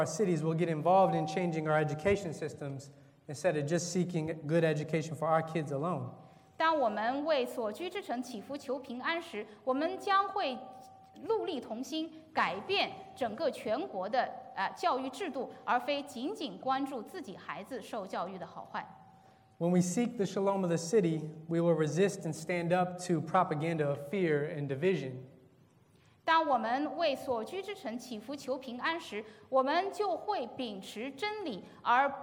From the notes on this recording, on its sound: This is a sermon from August 4th, 2019 at Lexington Chinese Christian Church